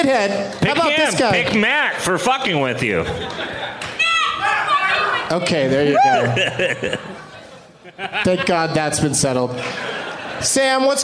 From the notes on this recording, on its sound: Live from the House of Blues in San Diego